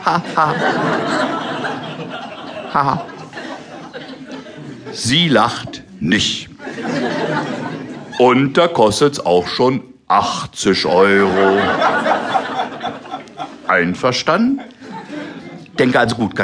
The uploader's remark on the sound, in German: Live-Programm